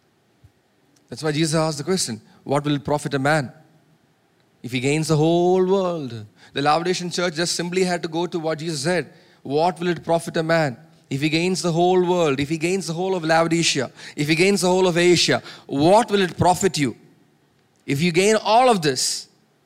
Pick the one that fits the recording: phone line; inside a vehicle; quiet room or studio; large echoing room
large echoing room